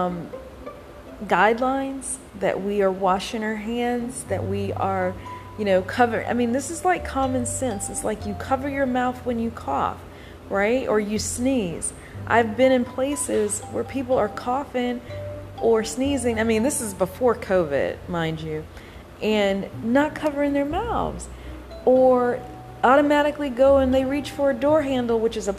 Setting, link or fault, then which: fault, background noise